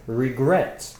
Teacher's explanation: Regret has two syllables. Regret. The stress is on gret, the last one. And it ends consonant, vowel, consonant.